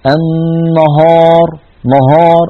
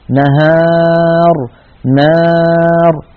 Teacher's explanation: نون مرققة بعدها ألف مرققة · Shown in: second take